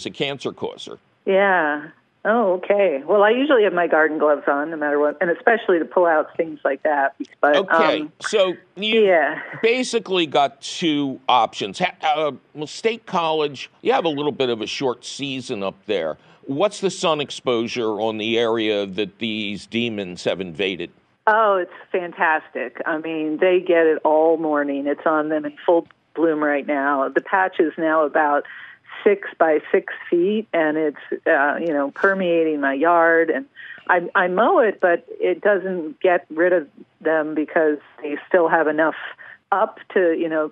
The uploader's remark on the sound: your Fabulous phone calls!